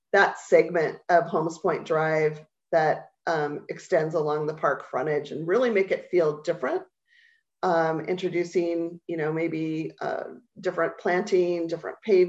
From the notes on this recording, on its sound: Holmes Point Street Standards Zoom Engagement Session.